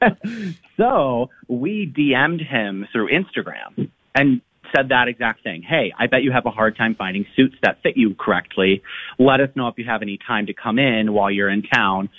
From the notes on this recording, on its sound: call